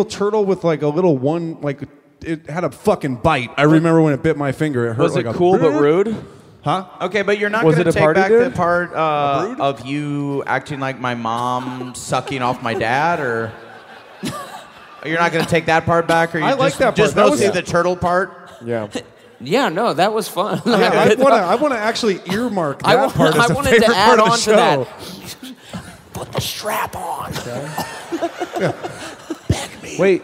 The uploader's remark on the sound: Live from Newark!